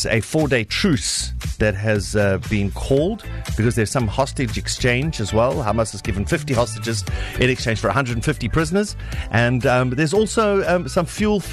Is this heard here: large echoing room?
no